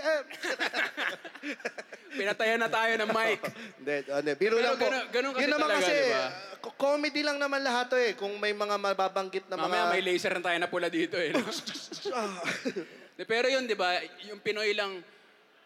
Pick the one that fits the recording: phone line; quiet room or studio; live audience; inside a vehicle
live audience